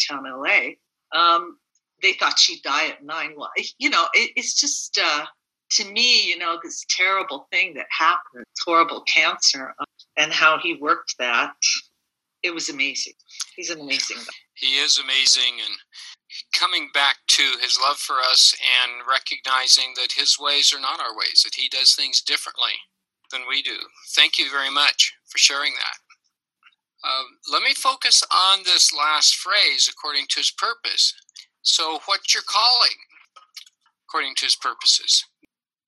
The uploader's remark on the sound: This was Zoom meeting #21